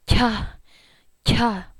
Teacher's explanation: Now, for the aspirated ya, all you do is you blow air out with it. I always say, pretend you're going up three flights.